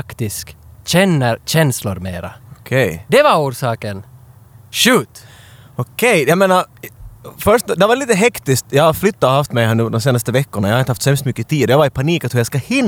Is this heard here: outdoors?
yes